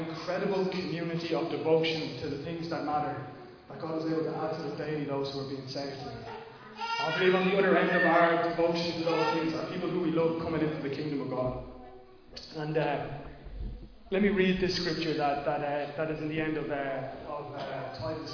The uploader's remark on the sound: Recorded live at Liberty Church on 12th July 2020